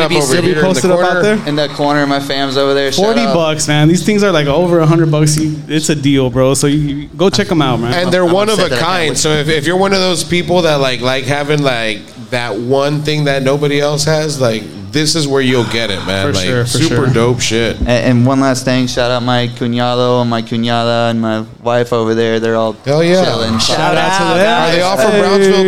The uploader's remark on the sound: We are live from The Landmark on Tower for our live 420 event. We try some beers, talk to guests and have some contests.